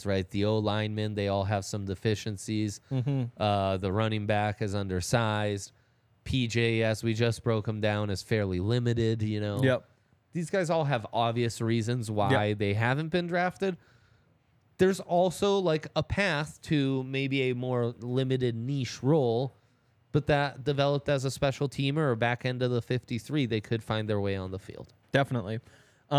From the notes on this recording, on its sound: coming to you LIVE from the DNVR Bar